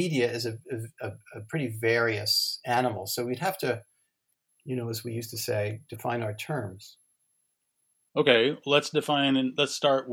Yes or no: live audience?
no